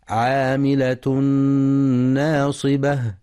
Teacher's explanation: يخطئ بعضهم فيقرأ ناصبة بتفخيم النون ناصبة، والصواب ترقيقها